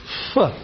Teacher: the tongue is against the teeth, and it's a fricative because there's lots of turbulence